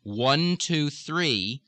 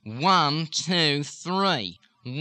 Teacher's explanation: So instead of 1, 2, 3, or through the nose, 1, 2, 3, you've got 1, 2, 3, 1, 2, 3. It's almost like you're having a slight chewing action going on in the high rear part of the mouth. · Shown in: second take